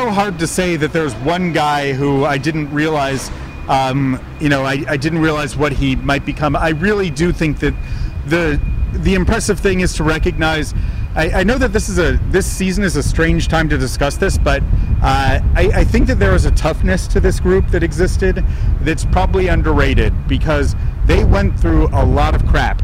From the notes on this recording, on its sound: Reporters in Rickshaws. While riding through the streets of Boston courtesy Boston Bike Taxi and Lord Hobo Brewing.